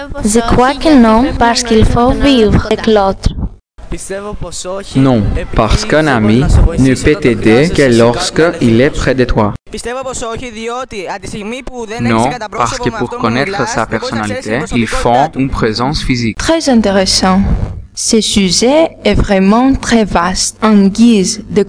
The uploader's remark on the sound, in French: Émission autour du thème de l'amitié réalisée par 8 élèves de la deuxième et de la troisième classe du collège de Kallipolis au Pirée. Moyens d'enregistrement : micro-casque et un micro portable pour les micro-trottoirs.